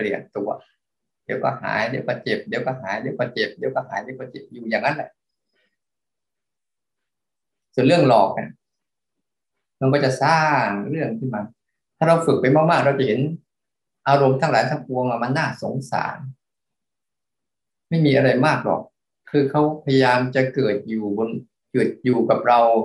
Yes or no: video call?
yes